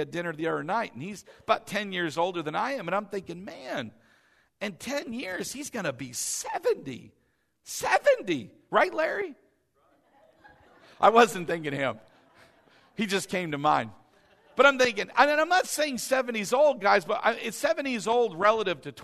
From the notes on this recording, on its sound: delivered during our Easter 2019 Sunday morning service